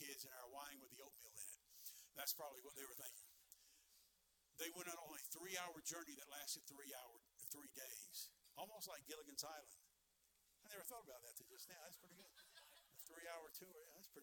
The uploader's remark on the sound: Sermons preached from the pulpit of Anchor Baptist Church in Columbus, Ohio. Missions Conference 2023.